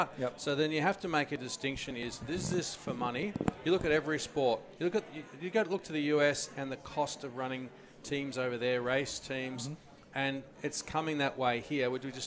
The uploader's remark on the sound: We are live from Bells Hotel in the heart of South Melbourne a stones throw away from the AGP circuit.